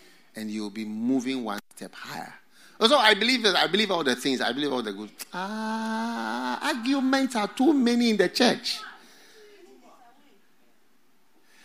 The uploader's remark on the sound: Preached at The FLOW Church Service. First Love Studio.